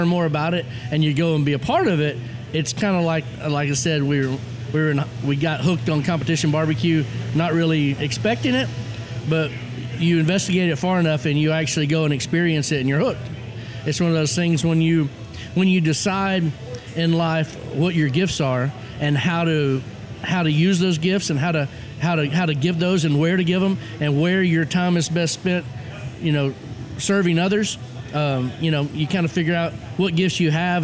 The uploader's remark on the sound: while we were at the Houston Livestock Rodeo World’s BBQ Championships